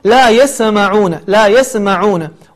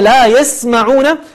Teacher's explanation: فتسكن السين من غير قلقلة · Shown in: second take